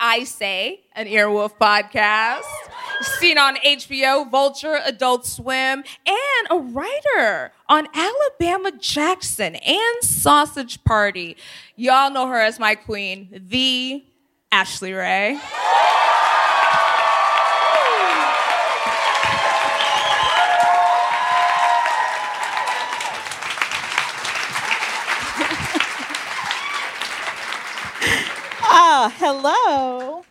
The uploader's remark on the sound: This week, Scam Goddess is Live from the Den Theatre in Chicago.